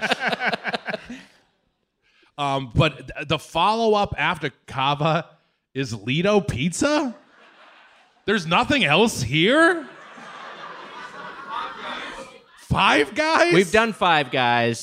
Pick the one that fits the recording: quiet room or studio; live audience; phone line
live audience